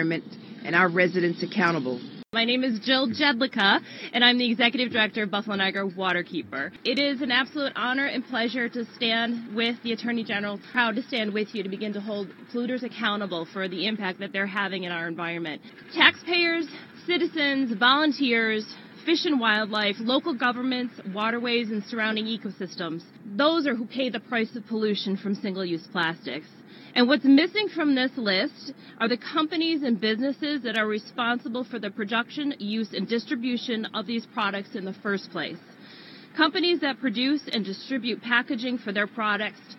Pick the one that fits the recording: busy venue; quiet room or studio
busy venue